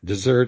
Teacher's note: dessert is one of the few words in English with a double S that's pronounced to sound like a Z